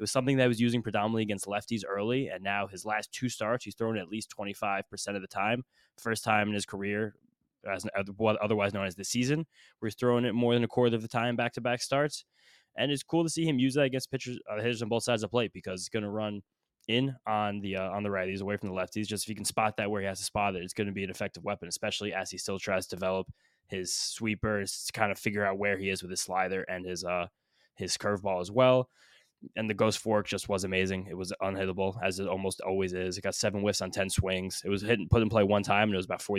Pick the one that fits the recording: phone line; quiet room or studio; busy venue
quiet room or studio